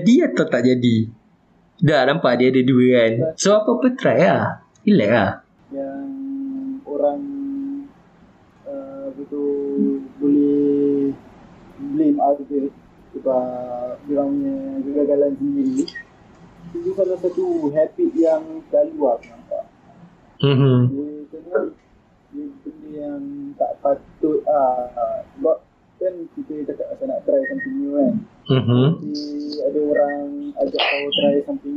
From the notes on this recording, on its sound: Disclaimer: Mohon maaf for the poor audio quality, I've tried my best to master and edit and hope it is enjoyable.